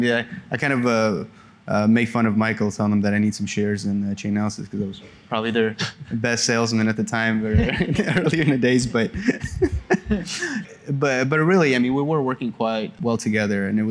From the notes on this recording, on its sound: onstage at the Links 2023 conference in New York City